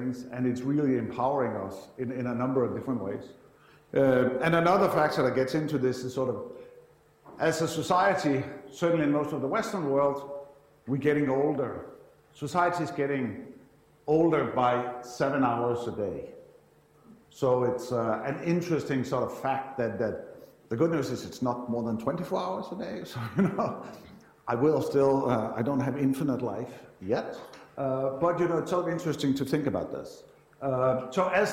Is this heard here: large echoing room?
yes